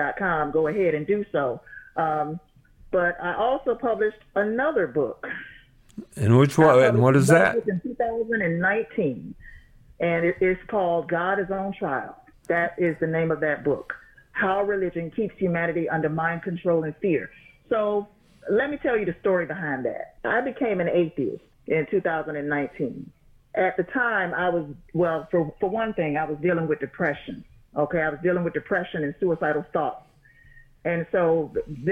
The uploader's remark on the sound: talk over the phone